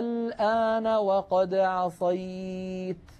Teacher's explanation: ألف ساكنة مفتوح ما قبلها وبعدها لام ساكنة واللام غير مشددة، ولم يأتي هذا المثال إلا ولم يأتي المد اللازم الذي بعده سكون غير مشدد إلا في هذه الكلمة على رواية حفص عن عاصم.